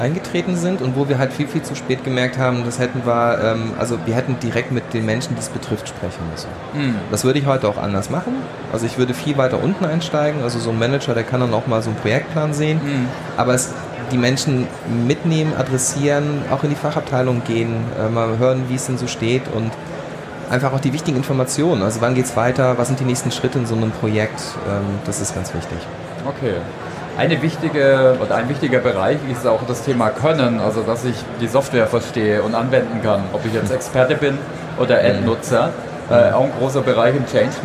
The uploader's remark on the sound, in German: Diesen Podcast haben wir live auf der OMR in Hamburg